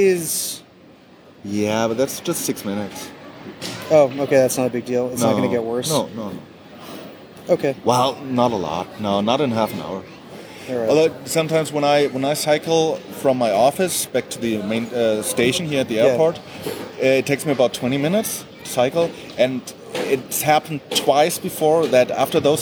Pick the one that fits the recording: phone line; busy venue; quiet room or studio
busy venue